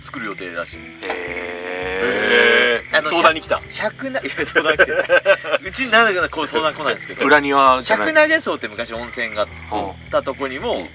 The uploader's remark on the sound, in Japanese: 雨と霧に包まれた学校跡地のキャンプ場で収録。旧小石原小学校をリノベしたキャンプ場 アクアクレタ小石原（福岡）。